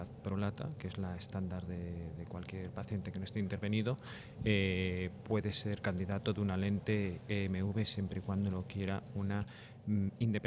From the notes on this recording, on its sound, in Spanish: grabado durante la 38º edición del Congreso SECOIR en España